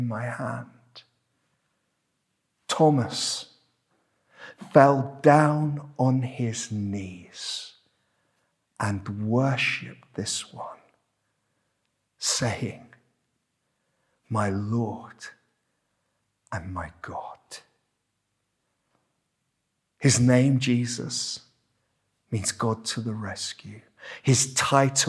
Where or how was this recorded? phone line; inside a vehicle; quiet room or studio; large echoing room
large echoing room